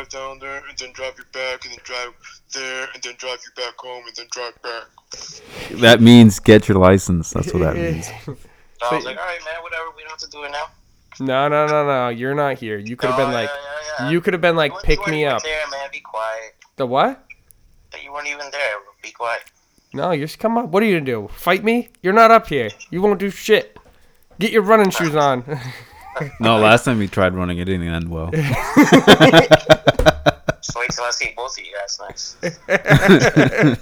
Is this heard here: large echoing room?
no